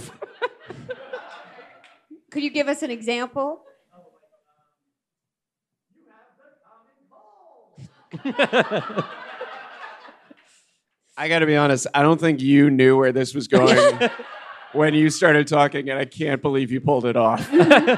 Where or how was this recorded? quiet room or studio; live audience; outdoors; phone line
live audience